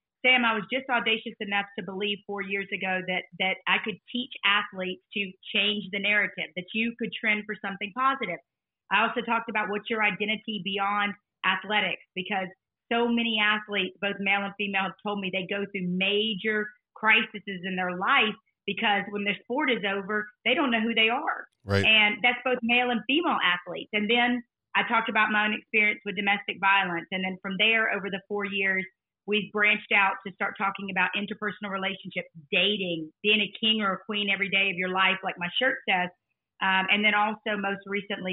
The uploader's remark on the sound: hops on a zoom call